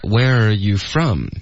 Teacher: 要注意重音是 from OK 而不是 you 不要把重音放在 you 上你正在跟他说你不需要强调你对吧、嗯、OK 好山 Where are you from?